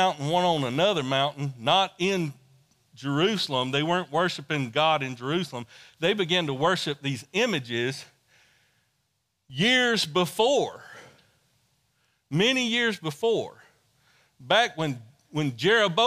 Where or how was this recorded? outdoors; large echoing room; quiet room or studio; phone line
large echoing room